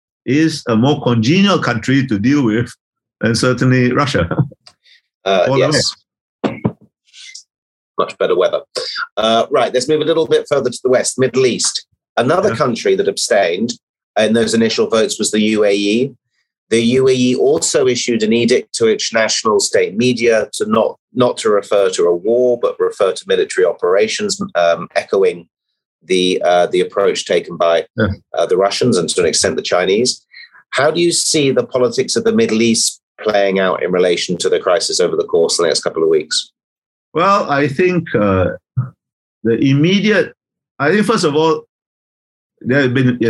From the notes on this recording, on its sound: This is a recording of one of our digital events.